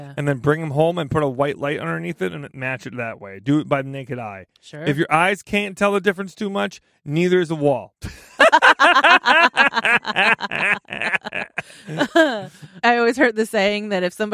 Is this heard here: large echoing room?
no